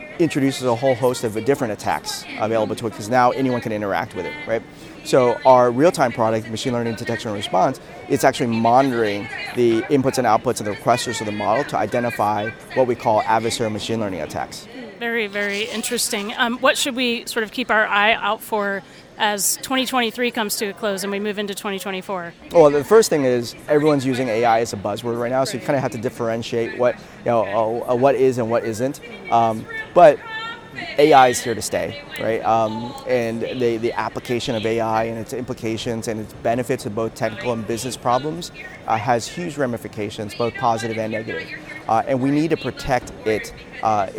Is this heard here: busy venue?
yes